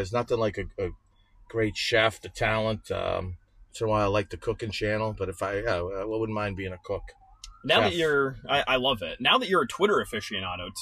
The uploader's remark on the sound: Coach in the Car Segment. "Coach in the Car", talking shop in the back seat of our whip.